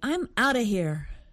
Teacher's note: I noticed they said out of quickly. So it almost sounds like one word, out of.